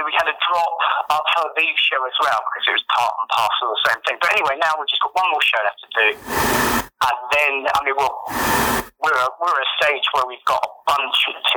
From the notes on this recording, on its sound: by phone